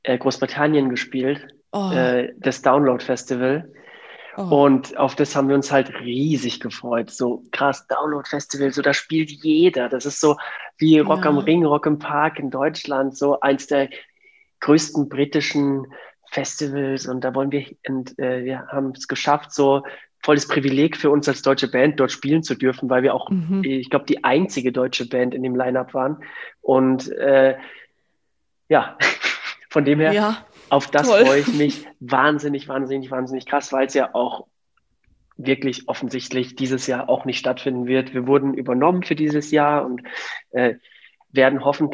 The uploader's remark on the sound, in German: Loggt euch in den Montagsmeeting Zoom-Call ein.